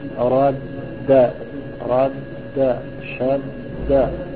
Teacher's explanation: اللسان ارتفع بالدالين، ارتفع وانحط دفعة واحدة · Term: الإدغام